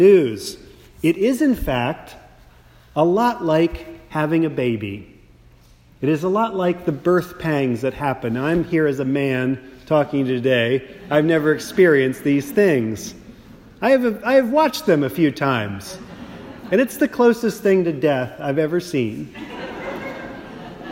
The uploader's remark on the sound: a Sermon preached at St. Mark’s Austin